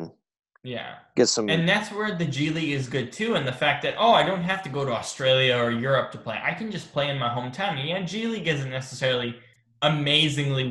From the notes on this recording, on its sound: on Zoom